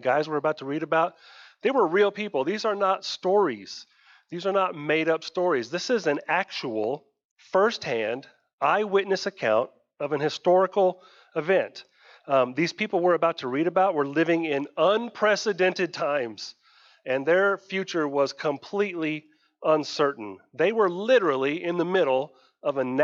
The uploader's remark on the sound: Sunday morning live-streamed service from West Main Baptist Church Artesia